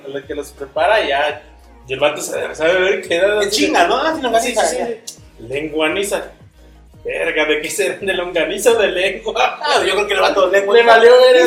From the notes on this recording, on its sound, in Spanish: Probamos transmisión en vivo. Disculpen el audio pero la cagamos.